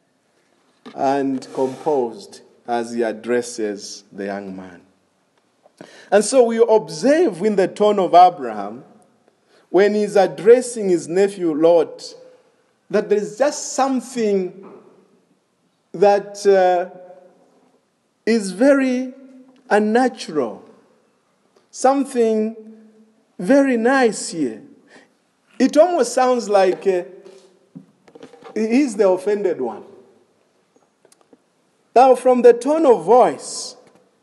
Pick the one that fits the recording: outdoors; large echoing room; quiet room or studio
large echoing room